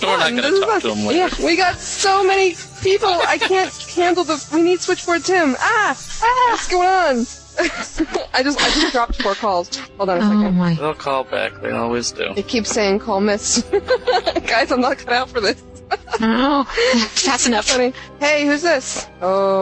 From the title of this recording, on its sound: Live Call-In